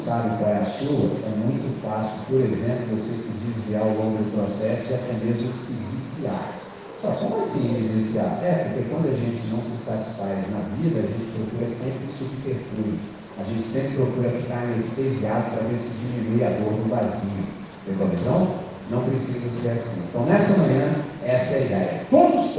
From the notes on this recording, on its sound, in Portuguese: Gravado em 17 de Novembro de 2023 na entrega de medalhas dis Jogos Estudantis com os estudantes do 5°, 6º, 7º, 8º, 9° e Ensino Médio do Colégio Batista Brasil, Unidade Volta Redonda, RJ.